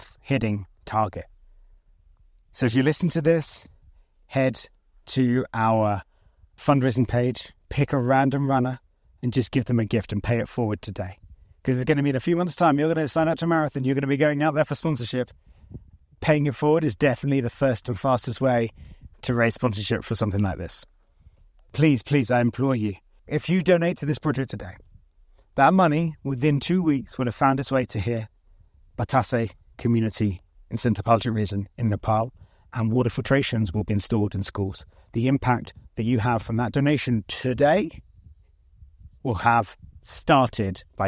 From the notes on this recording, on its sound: Broadcast live from the picturesque Batase village in the Sindhupalchowk region of Nepal. Sharing insights and sounds straight from the heart of the village.